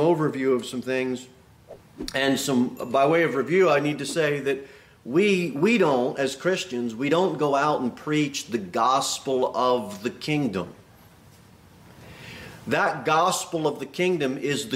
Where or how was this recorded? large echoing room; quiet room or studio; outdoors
large echoing room